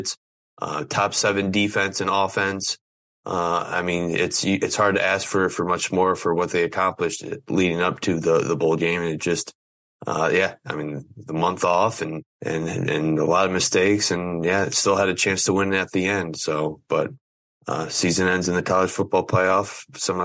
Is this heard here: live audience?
no